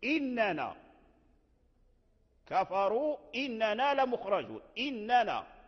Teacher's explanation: ابن عامر والكسائي قرأوا بهمزة واحدة